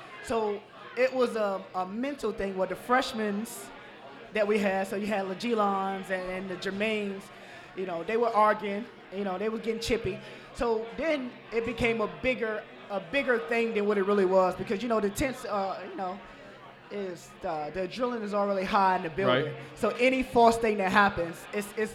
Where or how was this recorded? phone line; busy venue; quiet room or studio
busy venue